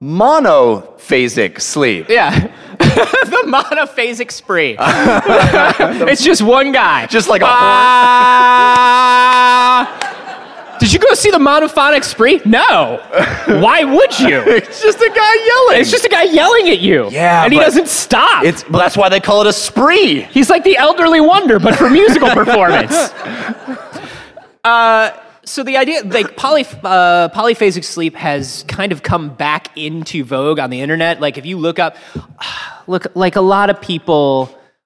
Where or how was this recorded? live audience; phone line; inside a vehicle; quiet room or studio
live audience